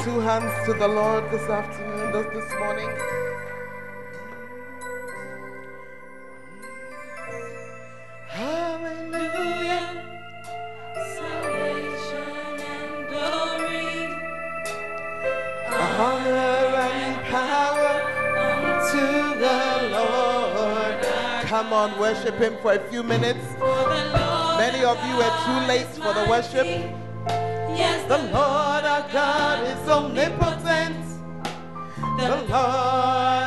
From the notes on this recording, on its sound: Preached At The First Love Center, Ayeduase (The Word Encounter Service)